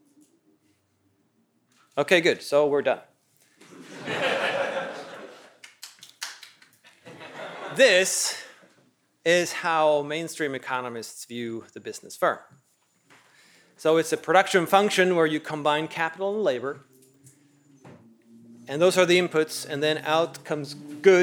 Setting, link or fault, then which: setting, large echoing room